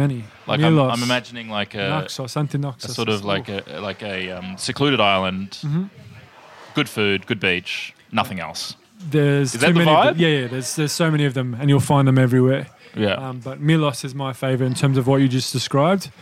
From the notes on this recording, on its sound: We’re taking you backstage at Comedy Republic. We're recording heaps of bite-sized episodes live in the green room with the who's who of comedy.